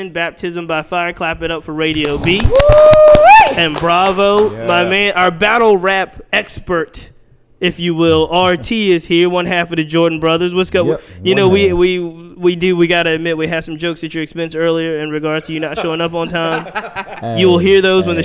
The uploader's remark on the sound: Live from Brewer's Café in Richmond, VA.